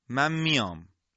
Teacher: این نون در میم ادغام میشه